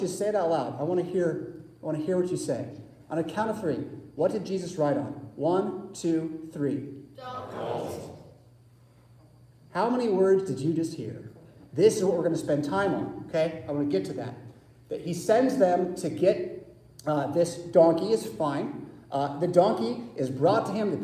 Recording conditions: large echoing room